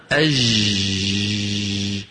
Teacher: هذا الحرف كما نرى على اللوحة من وسط اللسان، ومخرجه الفصيح كما ترون مقفول، لأنه حرف من حروف الشدة، أجد قطن بكت. أما إن قلنا أج شو بنكون عملنا؟ نطقناه رخوا، هذا خلاف الفصيح